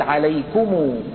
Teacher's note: كان ورش رحمه الله يصل ميم الجمع بواو لفظية · Term: صلة ميم الجمع